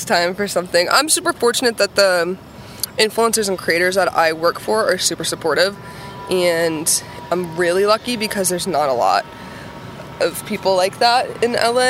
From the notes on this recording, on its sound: walk and talk in Burlington Massachusetts